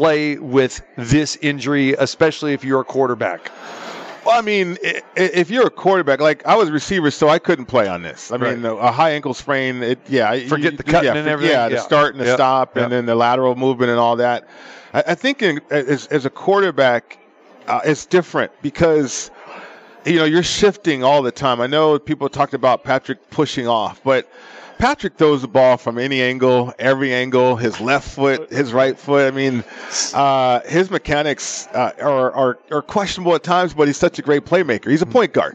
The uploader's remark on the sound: Live from the Superbook at the Westgate Las Vegas